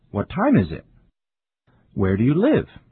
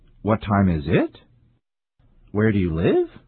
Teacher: WH questions have a falling tone. · Shown in: first take